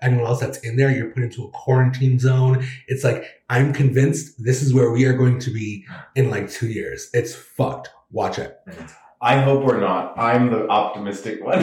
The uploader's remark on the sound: Totally fucked up the audio on this one.